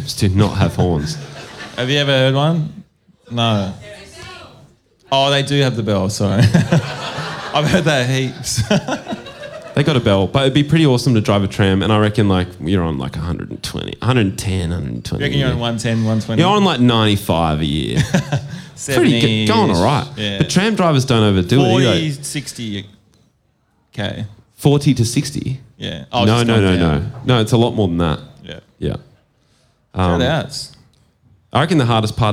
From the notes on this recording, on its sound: Live at Lulie. We're still live in Naarm.